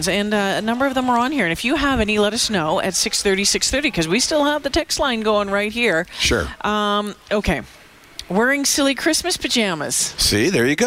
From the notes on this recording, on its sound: broadcast live from Santas Anonymous depot